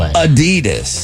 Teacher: The emphasis should be on the first syllable.